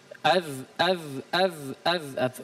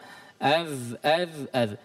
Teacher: Kalau kagok agak banyak, tapi kalau nanti sudah mahir, tarik lagi sedikit. Ujung gigi seri dengan ujung lidah dipertemukan. · Term: huruf zal